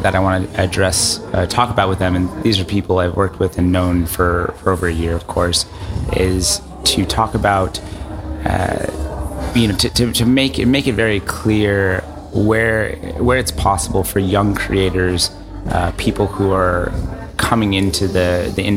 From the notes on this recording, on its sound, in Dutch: Live vanuit Cannes. De uitzendingen vinden plaats vanuit de Embassy of Dutch Creativity, de handelsmissie van de Nederlandse creatieve industrie tijdens het 70ste Cannes Lions International Festival of Creativity.